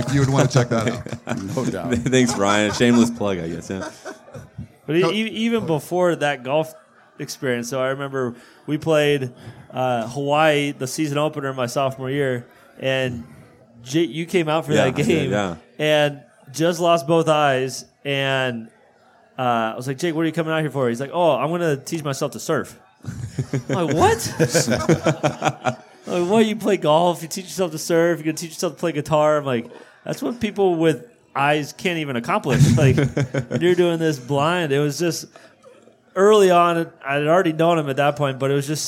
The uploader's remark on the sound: This podcast is a recording of a live event called Inside USC Football held at The Lab across from the USC campus